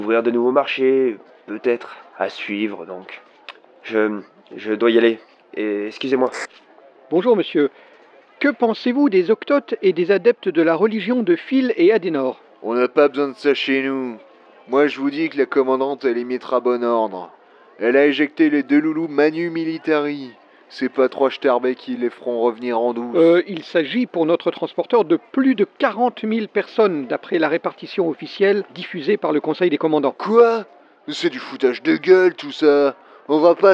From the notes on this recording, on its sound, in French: Nous avons enregistré ce micro-trottoir en matinée